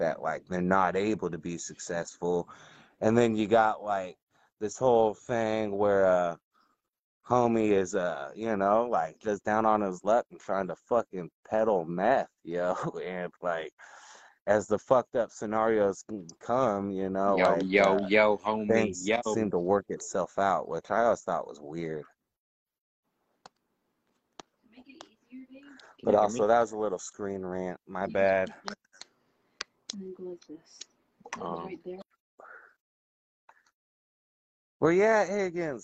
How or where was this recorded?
video call